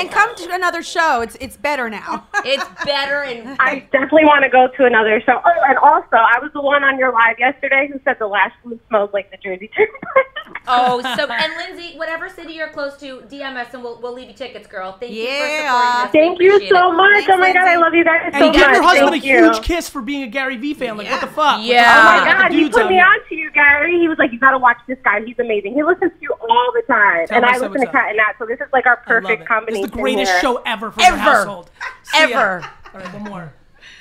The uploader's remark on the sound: we took some phone calls